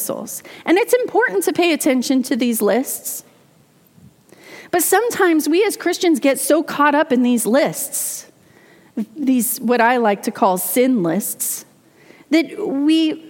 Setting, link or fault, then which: setting, large echoing room